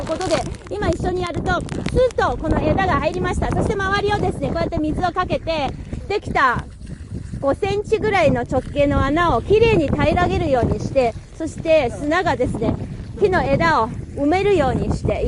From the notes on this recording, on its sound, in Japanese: マイクリポート「クブチ砂漠を行く」の2回目、植樹活動の現場からのリポートをお届けします。